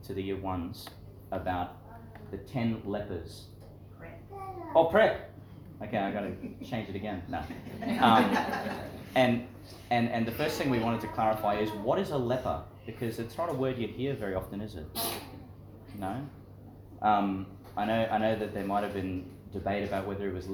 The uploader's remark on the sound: Homily for some of the little children at St John the Baptist Catholic Primary School, delivered in the classroom.